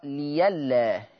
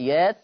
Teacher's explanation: قرأ ورش بالإبدال في لفظي يأت في الآية 148 تقرأ يات، ولفظ لئلا يقرأ ليلا